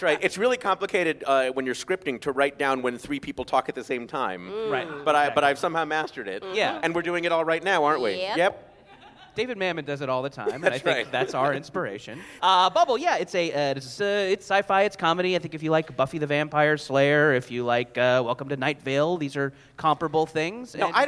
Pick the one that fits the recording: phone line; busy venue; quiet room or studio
busy venue